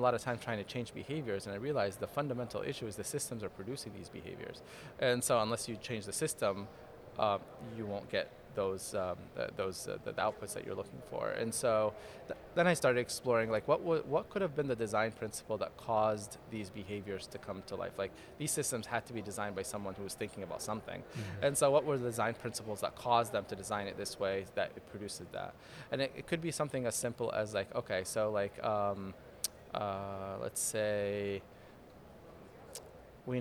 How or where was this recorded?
busy venue